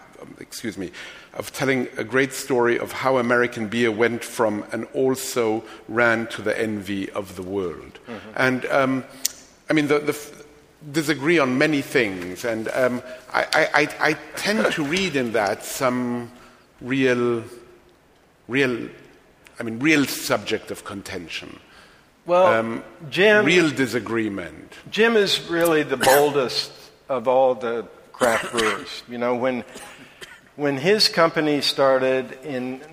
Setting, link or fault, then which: setting, live audience